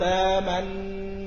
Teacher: وأدغم النون الأولى في النون الثانية من تأمنا على يوسف إدغاما تاما، أي من غير روم أو إشمام · Term: الإدغام المحض